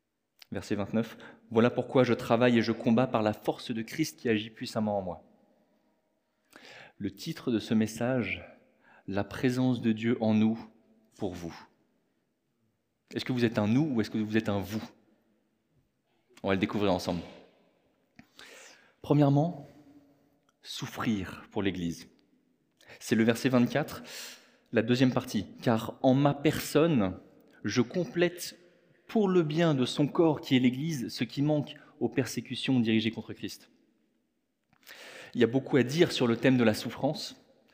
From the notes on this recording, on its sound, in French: Enregistré à l'église CVV, le 30/04/2023